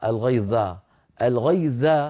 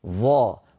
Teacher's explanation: هذه صارت زال، والزال شيء والظاء حرف آخر · Term: حرف الظا